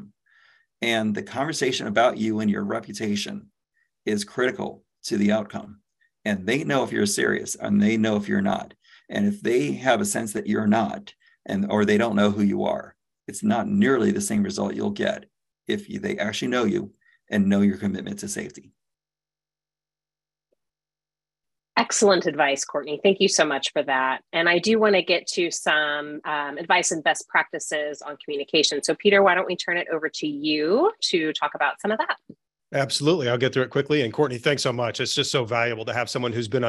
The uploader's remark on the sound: You are listening to audio from a webinar in the Safety+Health Webinar Series. By Alert Media.